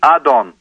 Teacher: the word Aton is not pronounced with a T in Judaism or in Hebrew, it is pronounced with a D